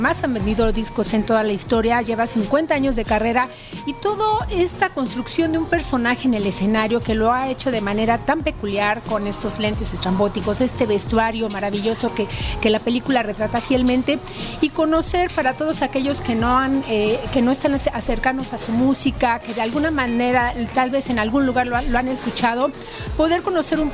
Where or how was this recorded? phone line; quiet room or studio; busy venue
busy venue